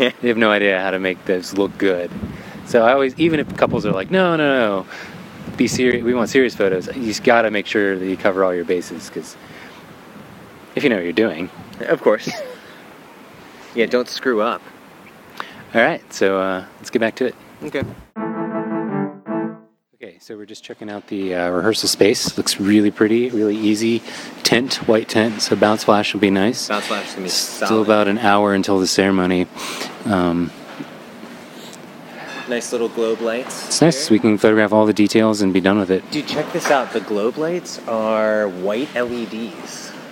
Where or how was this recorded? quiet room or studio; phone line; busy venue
busy venue